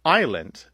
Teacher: So we don't pronounce the S in island because the French don't pronounce the S in aisle.